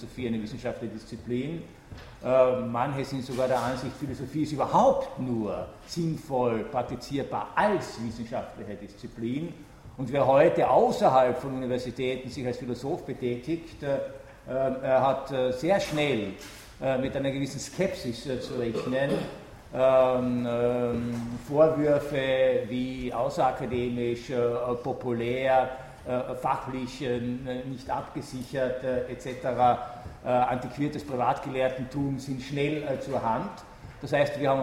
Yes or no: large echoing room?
yes